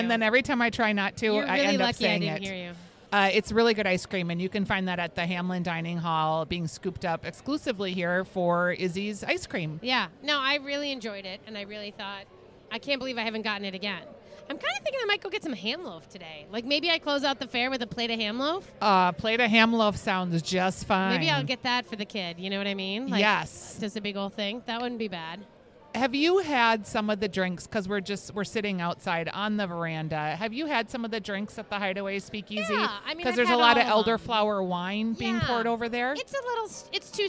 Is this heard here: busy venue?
yes